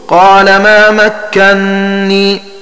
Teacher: ومعنى الأبيات قرأ ابن كثير قال ما مكنني بإظهار النون الأولى فيقرأ بنونين خفيفتين الأولى مفتوحة والثانية مكسورة، فتكون قراءة الباقين بإدغام النون الأولى في الثانية فيصير النطق بنون واحدة مشددة مكسورة